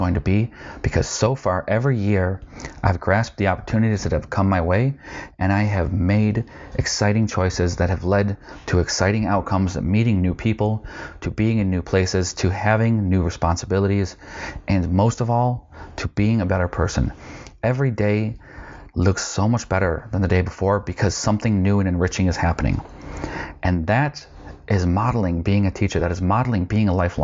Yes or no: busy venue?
no